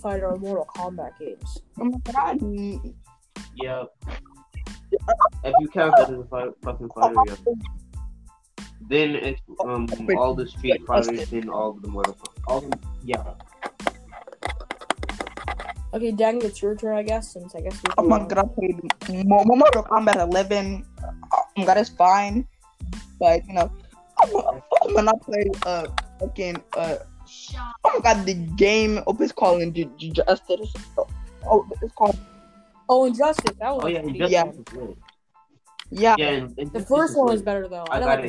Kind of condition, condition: fault, poor sound quality